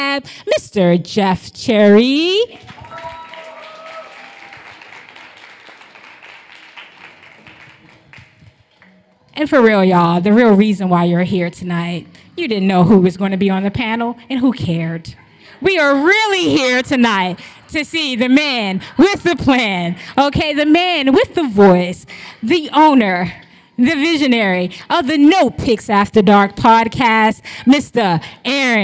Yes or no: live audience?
yes